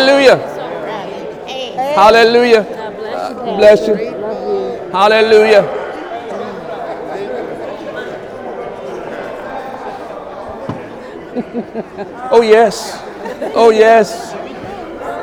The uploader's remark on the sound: During Sunday morning service on December 24, 2017